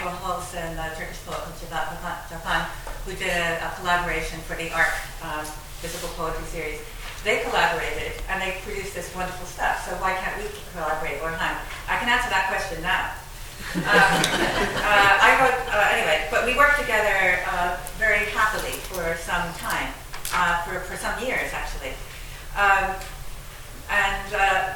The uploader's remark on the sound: at the Worlds Literature Festival Salon